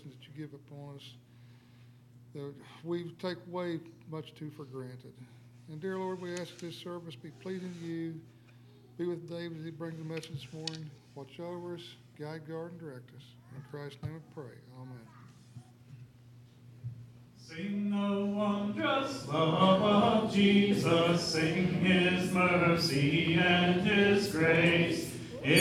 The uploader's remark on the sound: LIVE Services at Sunshine